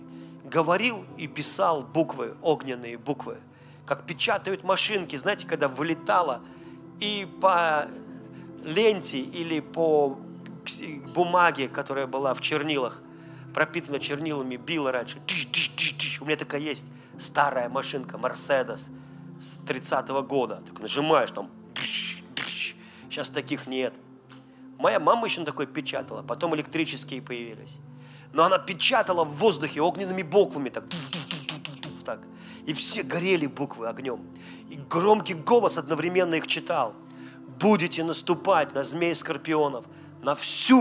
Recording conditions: large echoing room